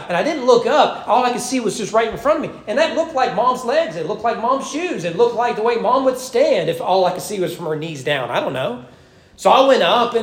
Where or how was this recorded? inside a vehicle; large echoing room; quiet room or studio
large echoing room